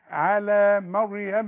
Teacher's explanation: قولي لي تاني على ما، الميم مرققه الراء مفخمه